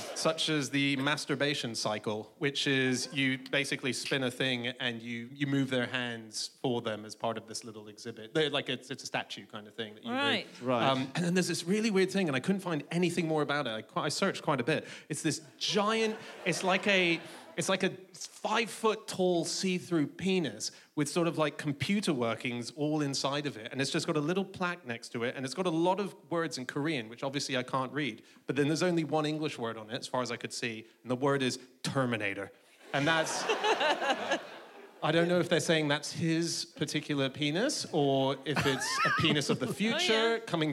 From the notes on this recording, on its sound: Live from the Bloomsbury Theatre, London